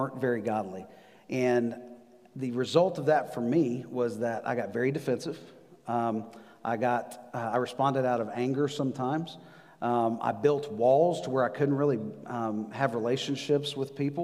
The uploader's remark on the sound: Recorded live on November 8, 2020 at The Fellowship at Two Rivers.